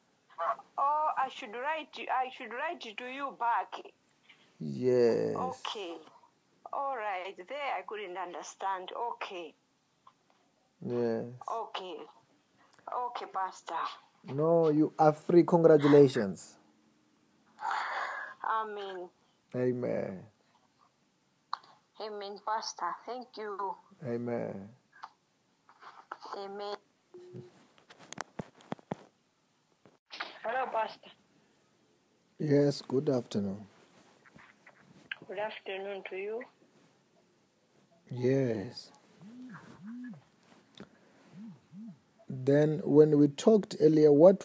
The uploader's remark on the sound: healing over the phone